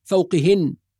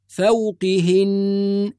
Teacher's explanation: وعند الوقف على كلمة فوقهن نراعي الغنة في النون المشددة · Shown in: second take